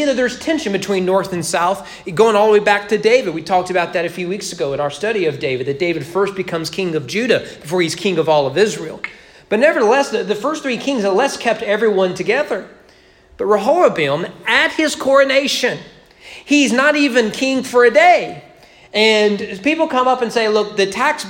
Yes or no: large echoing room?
yes